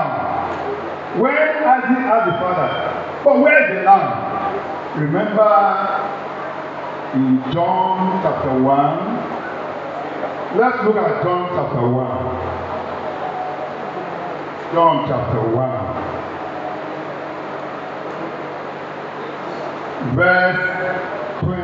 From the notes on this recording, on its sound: Recording of Sunday sermon